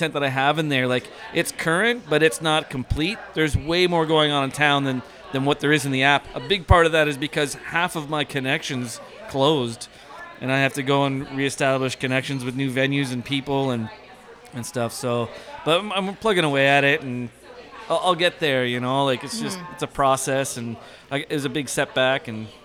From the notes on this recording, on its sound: LIVE from Jane Bond. Head to Jane Bond in Uptown Waterloo to celebrate the opening of the front patio and the pedestrianized Princess St Block!